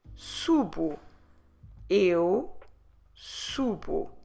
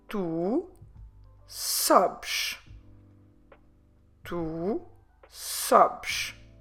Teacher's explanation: instead of carrying on with this su first syllable, we will change it into so with the S-O.